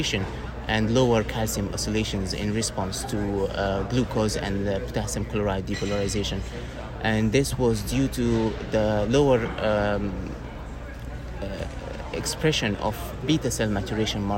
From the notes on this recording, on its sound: Recorded during Day 1 of Islet Study Group 2023. University of Helsinki.